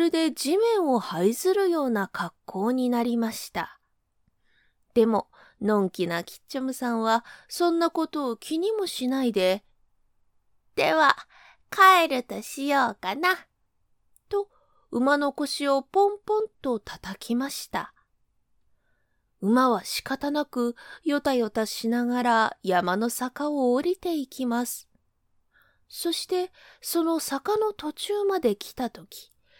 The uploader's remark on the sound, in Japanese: 自宅録音ですのでノイズなどはご了承くださいませ。